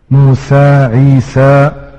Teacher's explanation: أما بين اللفظين وهو ما يسمى عندهم بالتقليل أو التلطيف أو بين بين أو الإمالة الصغرى أو بين اللفظين، هذا هو يعني أن تنطق بالحرف ما بين الفتح المتوسط وما بين الإمالة الكبرى